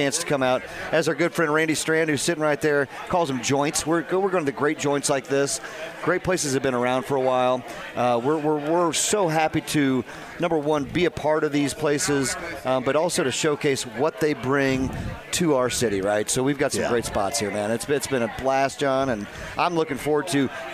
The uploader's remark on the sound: Live From The Rook